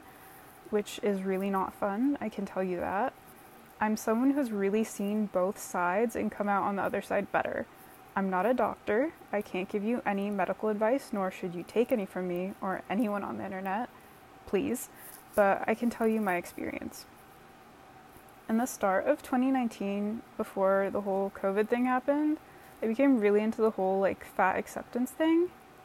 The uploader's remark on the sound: A lo-fi 10-minute debut episode with plenty of yummy ambient noise from my air purifier.